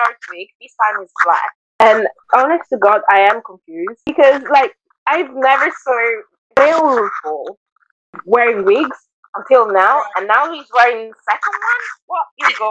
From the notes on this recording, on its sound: First and foremost we would like to apologise for the audio of this week's episode, it is absolutely awful.